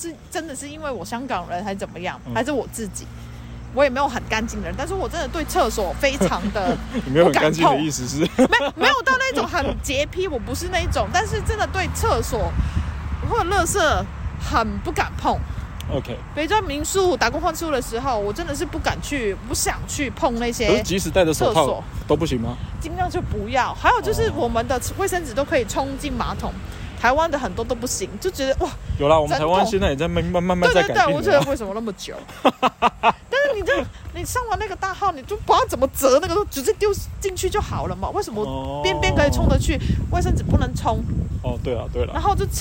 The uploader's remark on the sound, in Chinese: 這是一集意外的錄音，。是直接在路上閒晃的時候的即時錄音，。